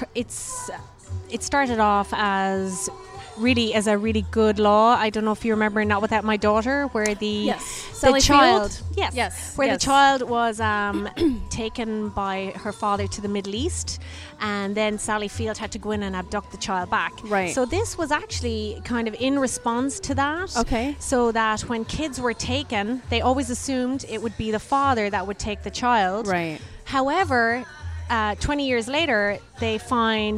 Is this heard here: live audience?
yes